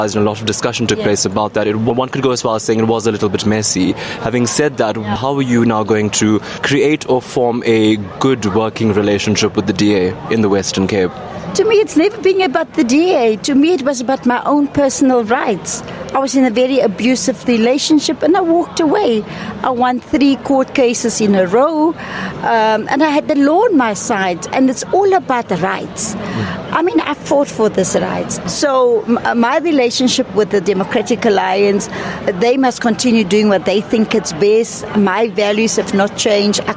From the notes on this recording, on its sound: LIVE from the IEC Nerve Centre in Pretoria